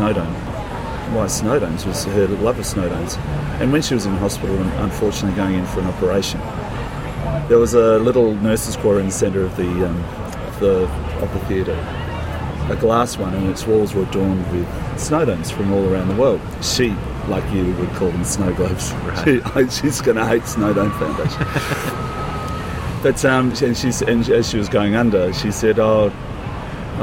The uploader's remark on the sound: This first outside (and rather noisy) episode. Recorded: Sydney.